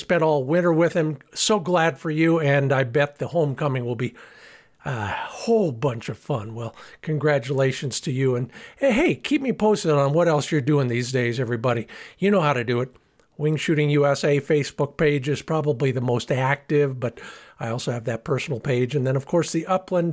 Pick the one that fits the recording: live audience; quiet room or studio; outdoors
quiet room or studio